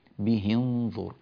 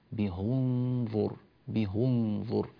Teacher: يقرأه ورش من طريق الأزرق بكسر الهاء به انظر، لكن من طريق الأصبهاني يقرأ بضم الهاء